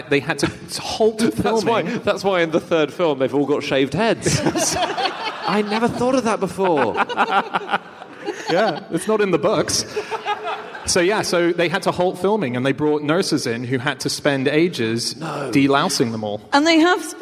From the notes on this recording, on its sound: Live from Berlin